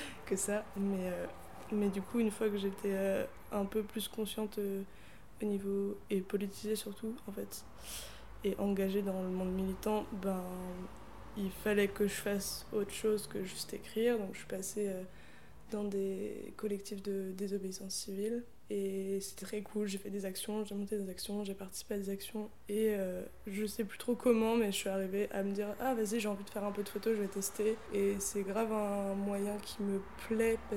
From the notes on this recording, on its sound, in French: déso pour les bruits